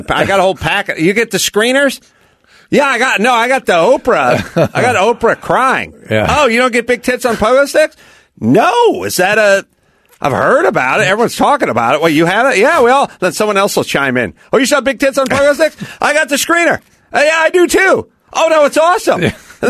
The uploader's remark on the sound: Head straight to the phones this episode and speak to a variety of callers.